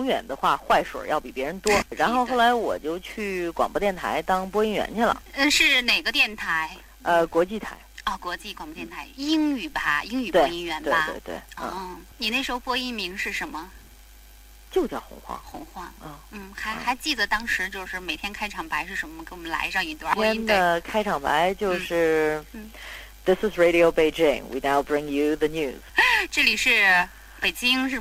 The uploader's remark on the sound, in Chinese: 本期节目因长途电话采访，音质完全碰运气，本期音质不佳